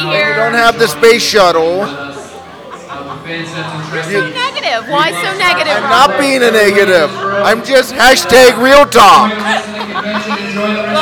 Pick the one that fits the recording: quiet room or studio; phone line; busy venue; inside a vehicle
busy venue